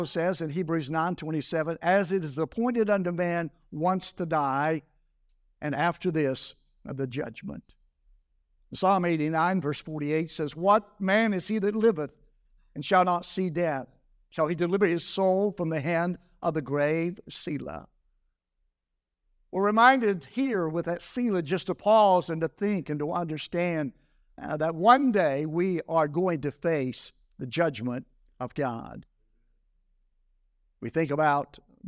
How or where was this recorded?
large echoing room